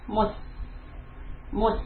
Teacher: the hissing sound needs a little extra time · Term: seen sukun